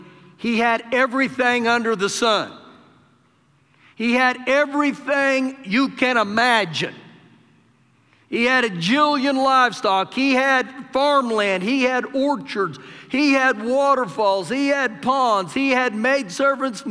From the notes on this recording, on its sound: Recorded live during our Wednesday night service